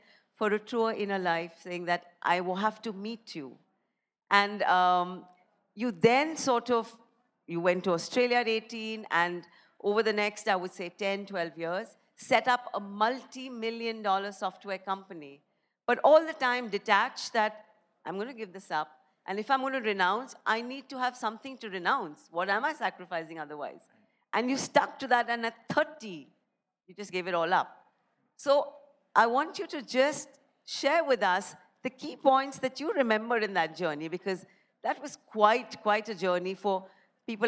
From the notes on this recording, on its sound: A live session from #JaipurLitFest2020.